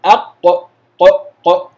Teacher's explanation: لما أقول أق أجد اللسان يرتفع بشكل ما، تمام، لتأتي صفة الاستعلاء